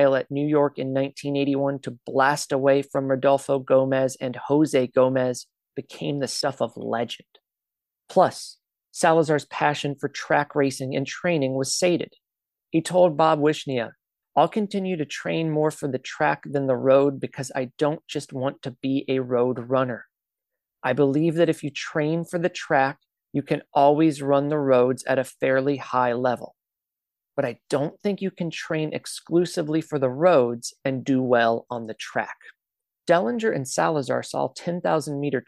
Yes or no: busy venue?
no